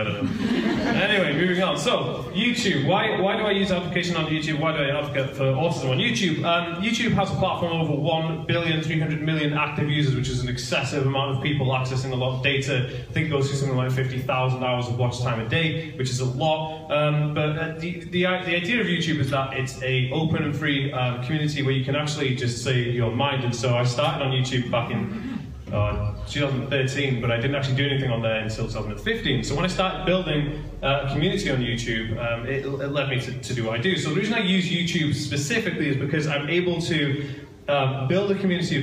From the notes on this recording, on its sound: Taken from a live talk I did in 2018 for TAD Talks for the Autism Directory in Aberystwyth Wales.